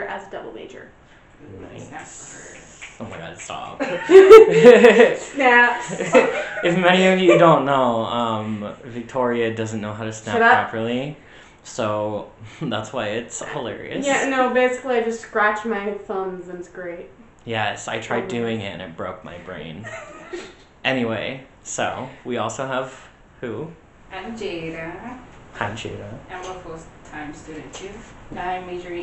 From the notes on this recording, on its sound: Recording of the original potato quality podcast